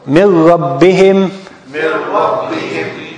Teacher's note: And Ra is one of the Idgham letters, but without Ghunna. So we merge the Noon with the Ra, we make the Ra Mushaddada, we deleted the Noon totally